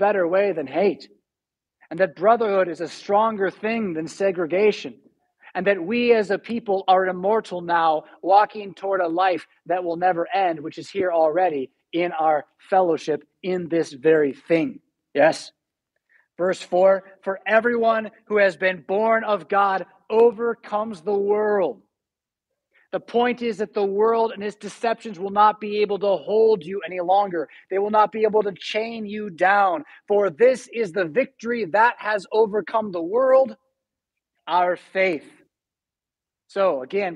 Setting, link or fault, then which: setting, large echoing room